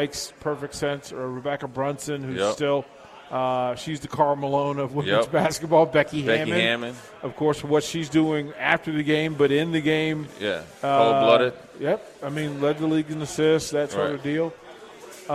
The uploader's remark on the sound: LIVE from Mary Ellen's